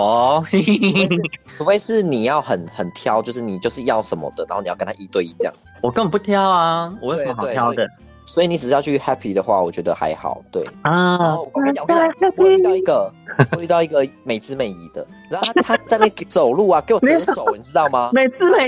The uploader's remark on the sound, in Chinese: 三溫暖爽完即時錄音分享立刻上架。電話錄音。由於週間特輯是手機通話錄音的，所以音質比較差，但差得很有風味，好像在跟我們電話連線～。